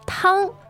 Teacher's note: All right, so tang is first tone, and it means soup.